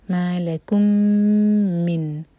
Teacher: لکم کم کا میم اور آگے من کا میم، یہ مرج ہو رہے ہیں، یہ ہے ادغام شفوی